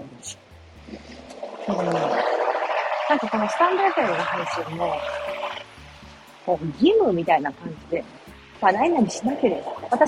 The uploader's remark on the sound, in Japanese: 歩きながら雑談